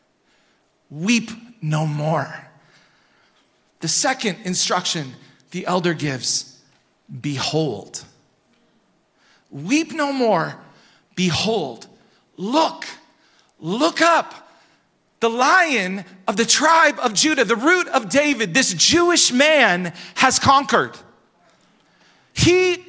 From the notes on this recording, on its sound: Recorded at Hope Church in Springfield, MO.